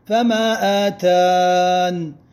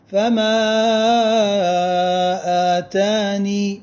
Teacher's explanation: الأول الوقف عليها بالنون مع حذف الياء الزائدة · Shown in: first take · فما آتان، والثاني نقف عليها بالياء الزائدة فما آتاني.